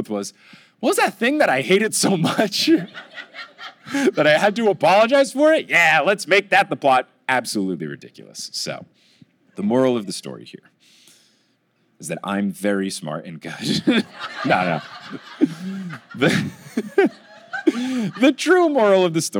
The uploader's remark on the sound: LIVE in Milwaukee! From the Milwaukee live show on June 20, 2022.